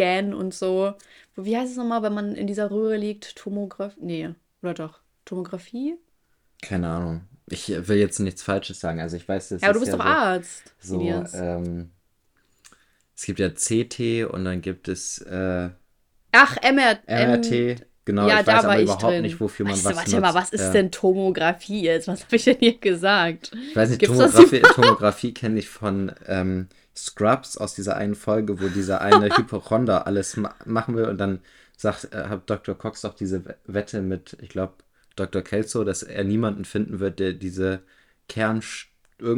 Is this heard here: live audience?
no